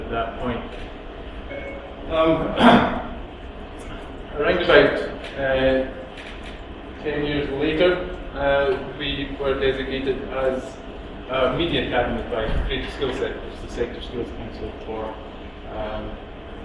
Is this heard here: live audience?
yes